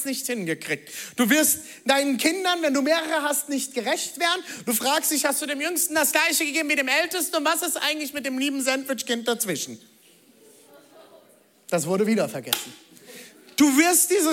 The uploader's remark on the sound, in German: Audiomitschnitt der Predigt